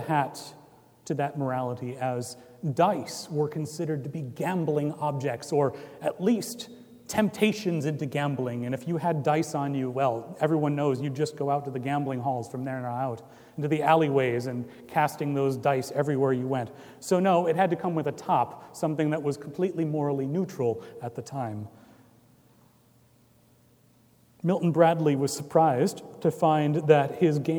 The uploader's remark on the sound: Recorded Feb 25, 2018 at Trinity Presbyterian Church in Bixby, Okla.